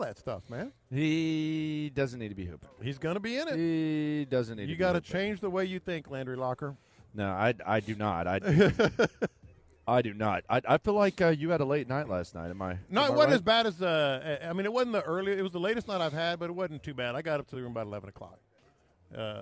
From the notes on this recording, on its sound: Live from Radio Row